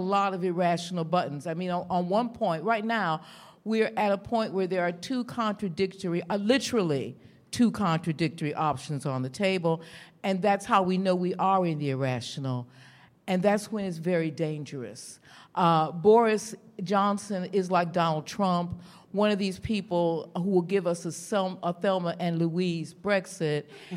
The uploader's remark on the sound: In front of a live audience. A special episode recorded at Podcast Live.